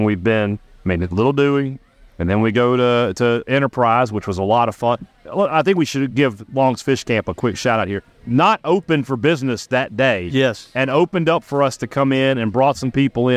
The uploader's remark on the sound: The boys are live at the Neshoba County Fair. Live from admist all the action the fair provides.